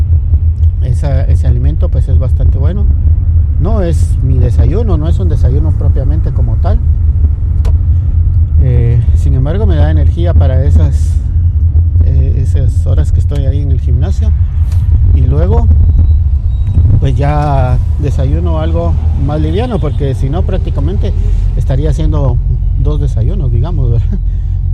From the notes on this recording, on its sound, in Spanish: Pasen adelante y acompáñenme en esta nueva aventura en el gimnasio. Por favor disculpen las fallas en el audio.